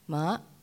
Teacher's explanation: Ma, low dipping, tomb